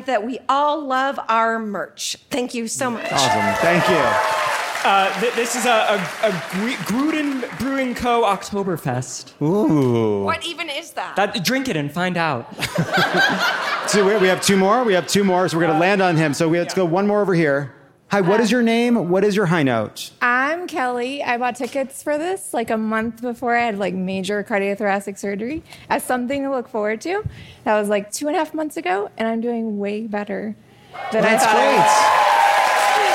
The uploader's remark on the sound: Live from Asheville!